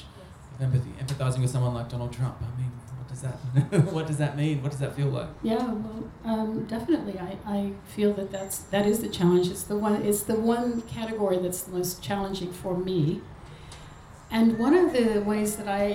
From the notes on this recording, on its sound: It’s a panel discussion recorded live at the M Pavillion in Melbourne late last year.